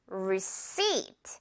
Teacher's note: 그래서 receipt이라는 표현 자체 정말 꼭 알고 있어야 되는데 여기에 지금 이 p가 있다 보니까 뭔가 receipt라고 발음을 해야 되나 이렇게 헷갈려 할 수가 있을 것 같아요. p는 유령이라서요. 지금 여러분 발음 나지 않습니다. receipt 그냥 무시하고 p는 없다고 생각하고 발음을 해주세요. · seat 뒤에 부분 강세 주면서요